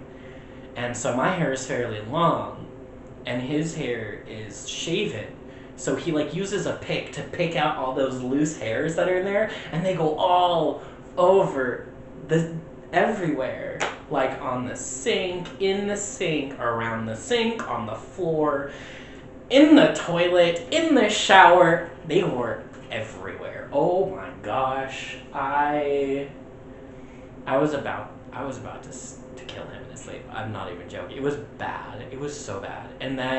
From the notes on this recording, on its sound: Recording of the original potato quality podcast